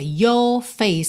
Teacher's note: Ele não enrola muito your face, mas ele também não faz aquela pronúncia tipicamente britânica, your face, que você não tem assim nenhum resquício, nenhum vestígio do R enroladinho